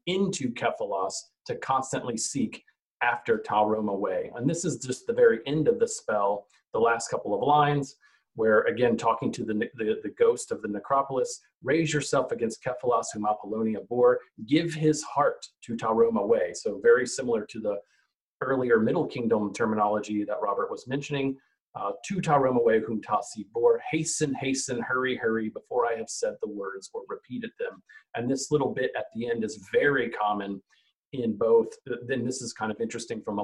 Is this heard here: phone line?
no